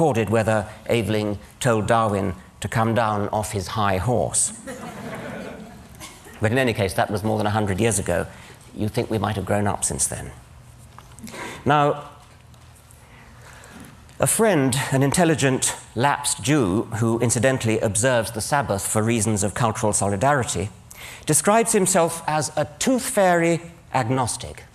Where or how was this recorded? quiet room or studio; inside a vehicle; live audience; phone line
live audience